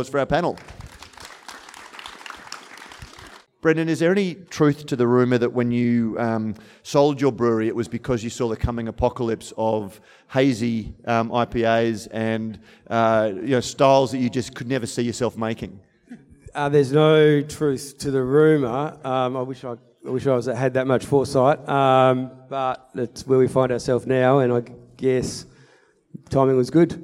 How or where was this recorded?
busy venue